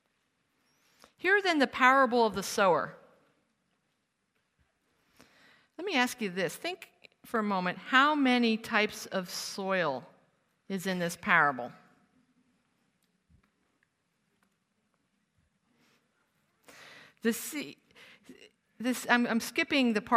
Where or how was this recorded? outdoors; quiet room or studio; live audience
live audience